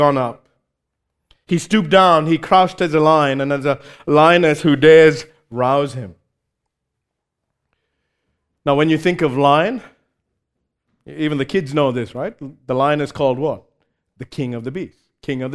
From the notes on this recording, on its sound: recorded live at Grace Community Bible Church